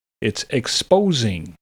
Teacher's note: Exposing has a Z sound where the S is